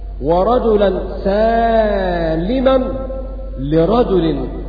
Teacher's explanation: قرأت ورجلا سالما لرجل بمد السين وكسر اللام